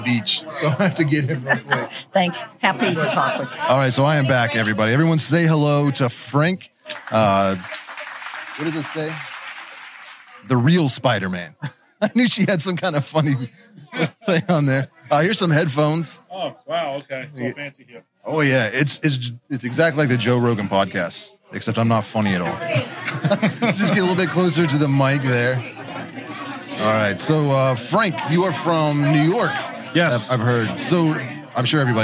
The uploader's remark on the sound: This podcast was recorded LIVE and streamed on my main channel while I was at the Tarantula Collective Meet Up at the Fear Not Tarantulas Grand Opening in Virginia Beach, VA.